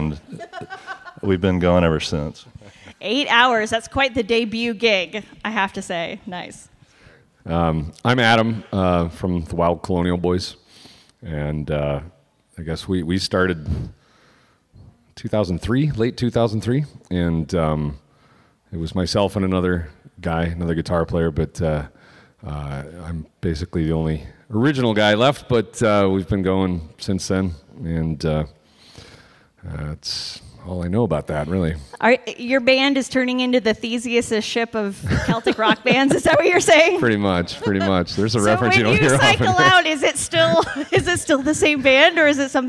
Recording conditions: busy venue